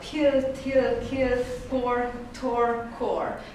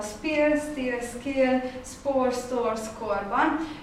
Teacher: Ez után viszont, mint a spill, steal, skill, spore, store, score-ban, ugyanúgy zöngétlenek ezek, ugyanúgy természetesen explozívák, viszont nem hehezetesek · Shown in: second take